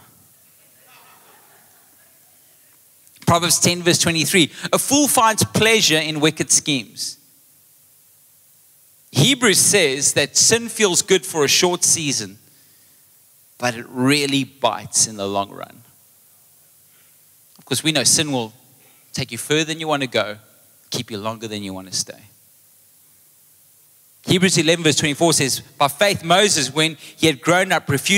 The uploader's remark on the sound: Recorded live on Sunday the 16th April 2023